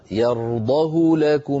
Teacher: من غير تطويل لزمن ضمة الهاء